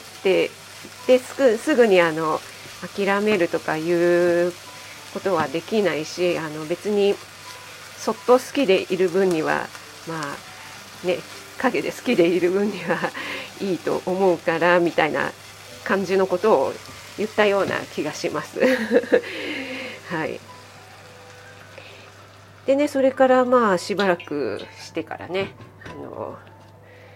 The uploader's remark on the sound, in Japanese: 卯の花 作りながら収録してます。